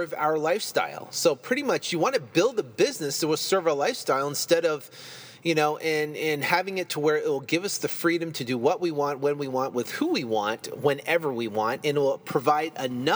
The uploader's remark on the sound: In this episode I’m recording from my car coming back from opening escrow on a deal were working on right now.